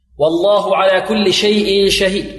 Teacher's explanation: اللام في لفظ الجلالة تفخم